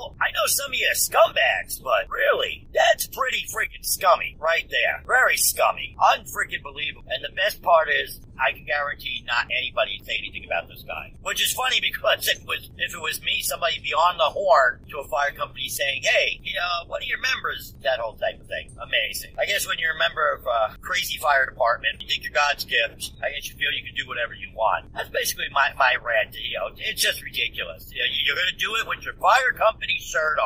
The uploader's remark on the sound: Because of this live non-studio edition, there may be some background noise.